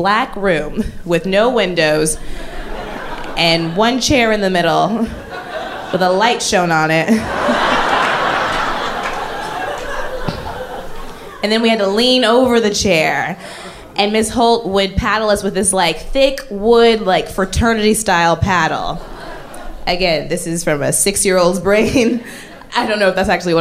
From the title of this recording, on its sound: Live From NYC Podfest 2!